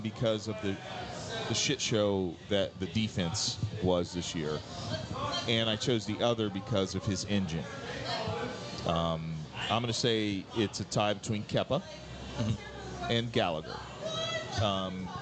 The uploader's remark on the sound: celebrating live from Chatham Tap Fishers